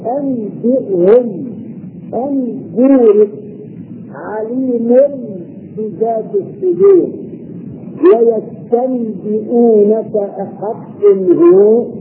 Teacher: نقلب النون الساكنة ميما ثم نخفي الميم عند الباء إخفاء مصحوبا بالغنة · Term: الإخلاف